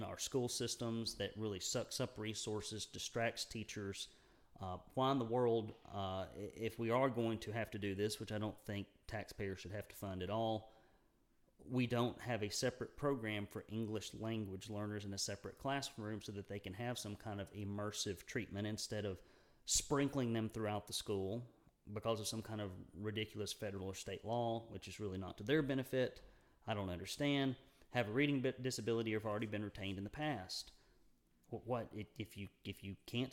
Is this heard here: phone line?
no